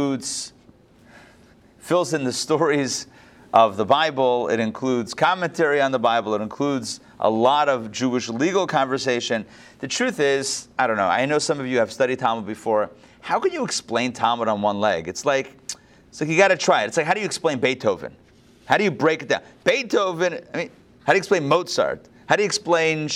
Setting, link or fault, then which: setting, live audience